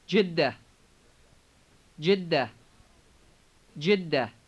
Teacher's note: remember to double the D in the middle of the word